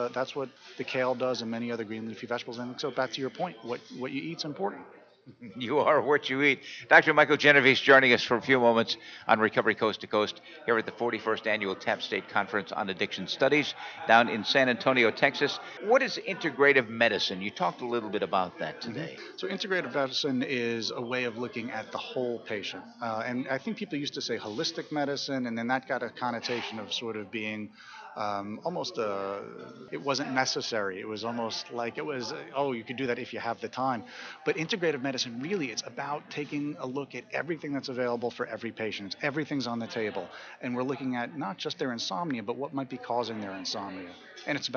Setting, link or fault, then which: setting, busy venue